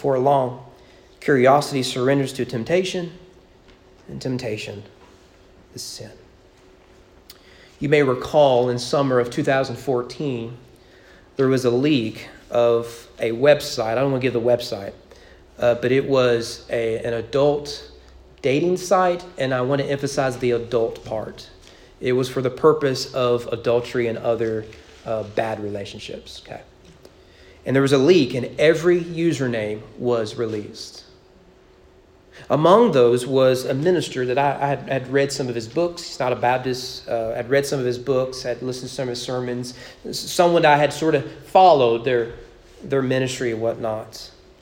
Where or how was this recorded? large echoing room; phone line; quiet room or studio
large echoing room